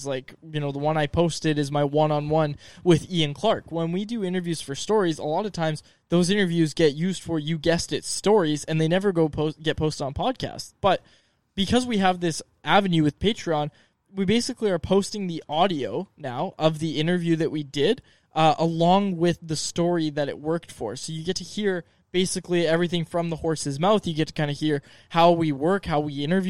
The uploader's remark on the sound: Live from Montana's. Today, we're recording on the outdoor patio at Montana's after downing some delicious all-you-can-eat ribs!